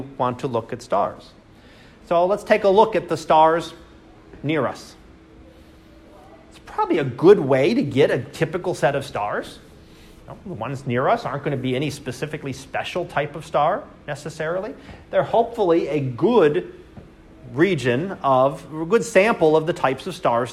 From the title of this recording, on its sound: Live Class Lecture